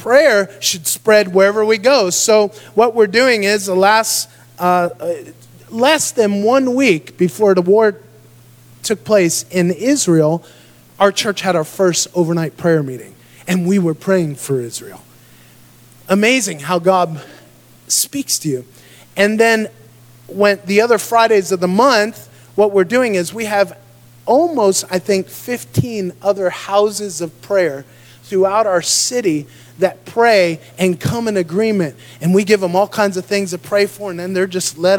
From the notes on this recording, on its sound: Recorded live in Dagsboro Church of God, Dagsboro, Delaware, United States of America.